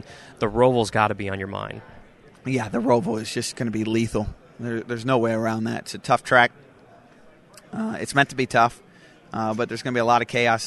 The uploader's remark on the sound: LIVE from NASCAR Playoff Media Day 2018 at the South Point Hotel in Las Vegas, NV.